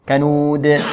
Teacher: سكنناها، لما سكنت قلقلت، لما سكنت قلقلت أو تقلقلت · Term: القلقلة